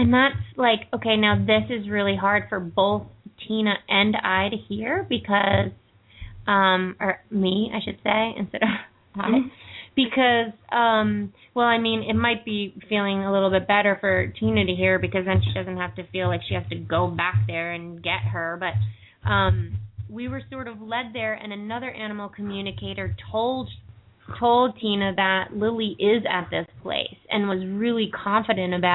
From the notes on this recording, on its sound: open up the lines for listeners to call